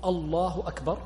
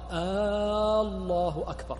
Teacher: مثال ذلك قالوا من مد أول الكلمتين في التكبير، فبدلا من أن يقول الله أكبر قال الله أكبر، فهذا قالوا يحيل المعنى، لأن إتيانه بالمد حيث لا مد جعل الجملة استفهامية · Shown in: second take